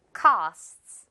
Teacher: 그래서 costs가 되겠네요. co만 정확하게 발음 sts 속삭이면서 costs